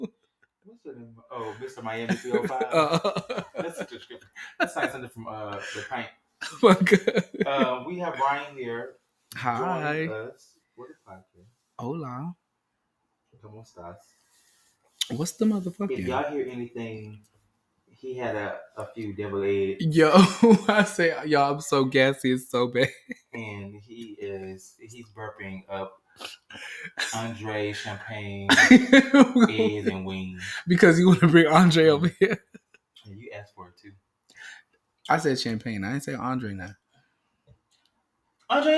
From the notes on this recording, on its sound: Sounds varied due to this week's set-up